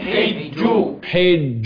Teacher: الجيم المشددة المعطشة اللي فيها عجة